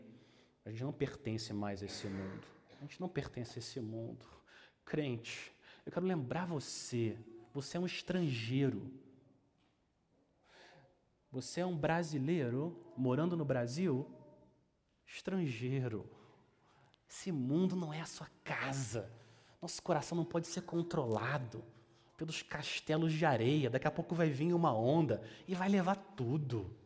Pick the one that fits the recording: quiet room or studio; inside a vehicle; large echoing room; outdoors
large echoing room